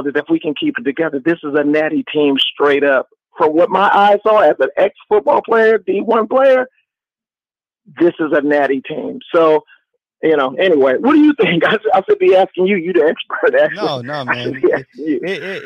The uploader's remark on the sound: Post Game Call-In Show